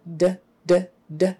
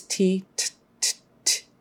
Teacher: They are the same sound, essentially, except one is voiced and one is not voiced.